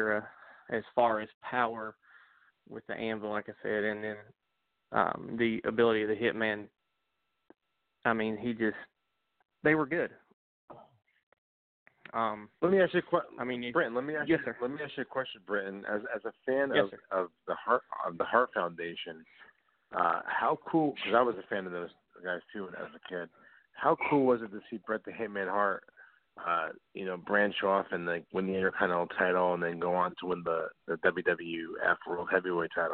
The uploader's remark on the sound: we take your calls LIVE on the air!